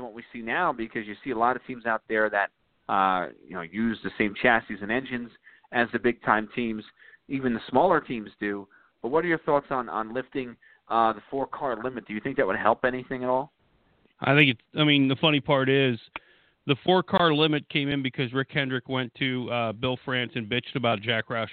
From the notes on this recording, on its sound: we'll take your phone calls